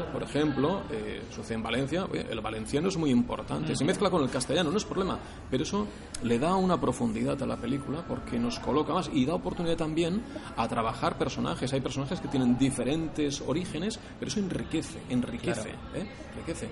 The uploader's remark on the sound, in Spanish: Sitges Film Festival. Tendréis que disculpar el sonido de ambiente, ya que grabamos en riguroso post-pase, sentados en uno de los bares de Sitges.